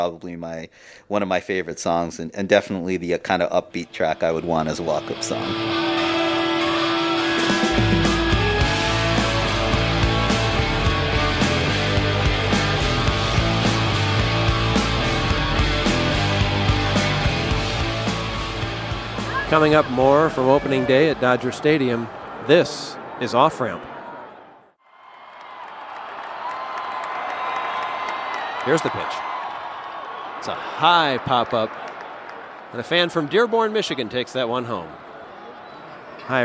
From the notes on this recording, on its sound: recorded at the 2015 Dodger home opener